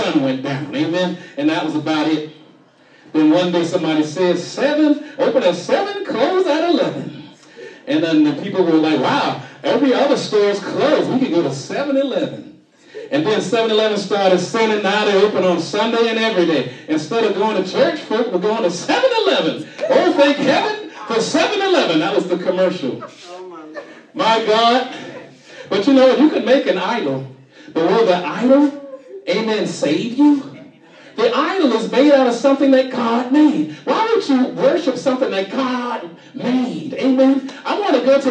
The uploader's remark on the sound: shared this message live on 2/11/24 at the Island Nursing and Rehab Center